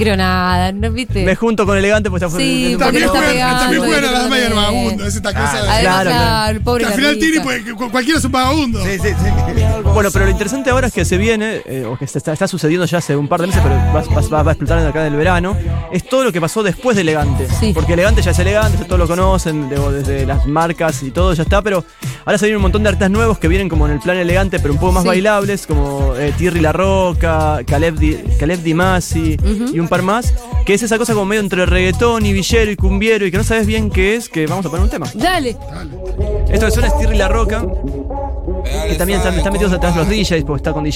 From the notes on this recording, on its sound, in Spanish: en vivo manijeando la FIESTA FERVOR | #Segurola